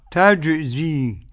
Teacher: طبعا نحافظ على تعطيش الجيم ولا نسمع لأولئك. تجزي ما تنفعش، تجزي كما قرأها الرسول والصحابة.